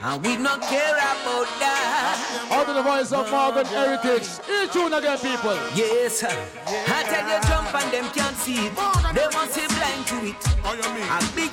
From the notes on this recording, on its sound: this is the Audio of the Dance